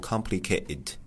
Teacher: OK,就是在读的时候有一个小细节，不知道大家注意到没有，就是他那个 T 的读音，就是比如说 complicated 这个单词，他那个 T 好像就听不到了